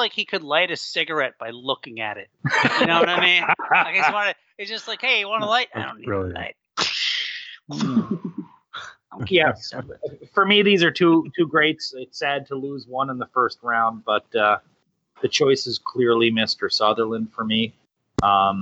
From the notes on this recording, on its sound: Still working out some audio kinks.